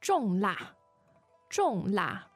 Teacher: Now, 重 is fourth tone, as opposed to 中, which is medium, meaning first.